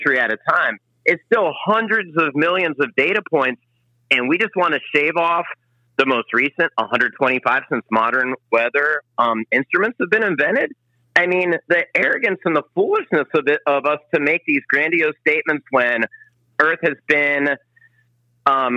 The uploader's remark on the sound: Was recorded over the phone. In Austin “Podcastropolis” Texas.